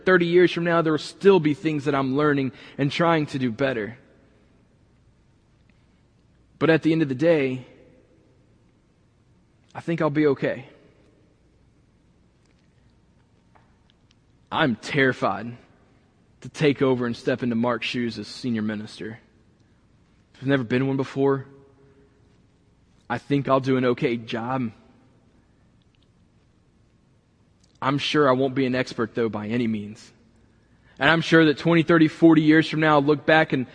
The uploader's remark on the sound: this week was recorded from the building